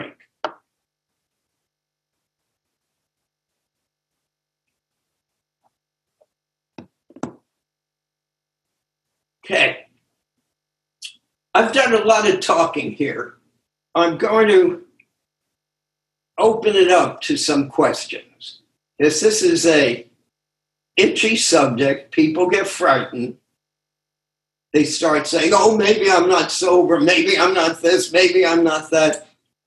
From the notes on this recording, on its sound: Took us on a zoom journey through the Essays.